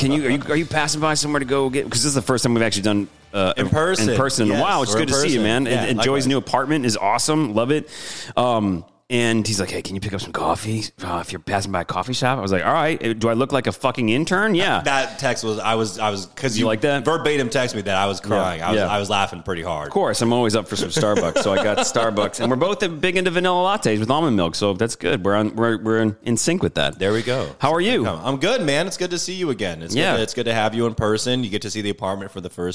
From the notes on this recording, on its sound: from a coffee shop in Kingston